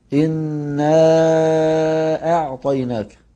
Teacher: الهمزة مرققة والعين مرققة والطاء مفخمة